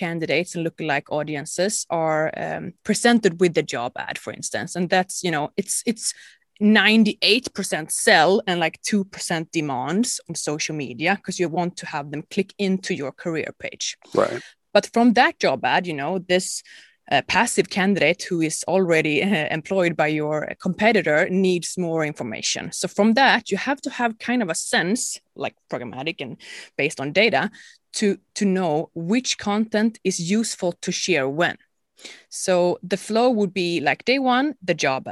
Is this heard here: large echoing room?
no